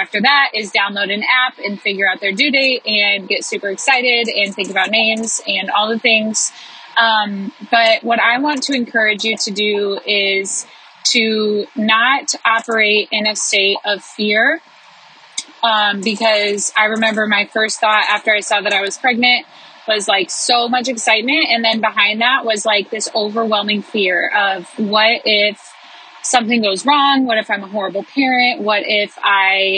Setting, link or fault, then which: setting, inside a vehicle